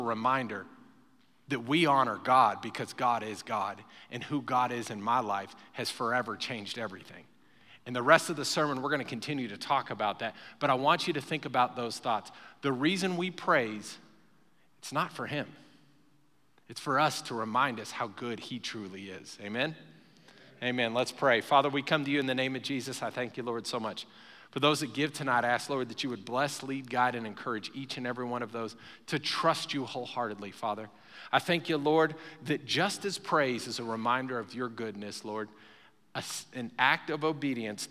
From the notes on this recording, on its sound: Recorded live during our Wednesday night service